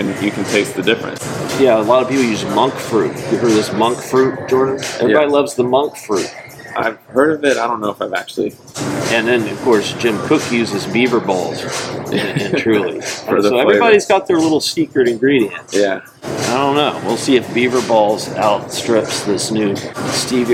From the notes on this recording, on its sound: In the lobby of the Sheraton Grand hotel in Chicago where their distributor sales & marketing meeting was just held. Must warn, the audio isn't great.